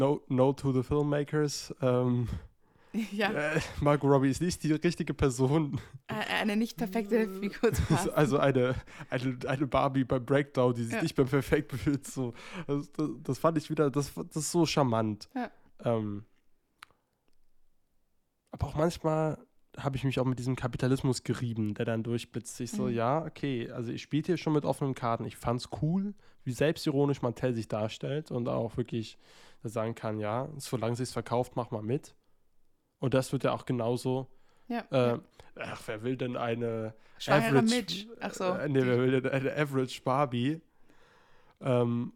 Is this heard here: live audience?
no